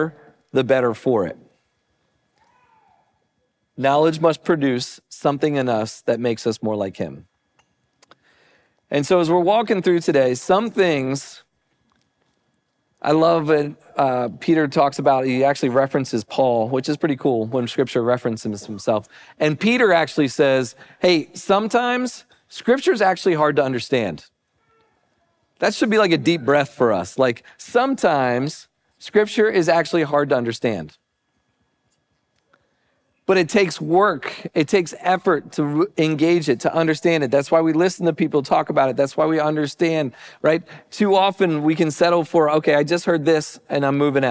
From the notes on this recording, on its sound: Recording of Sunday gathering on Dec 17th, 2023.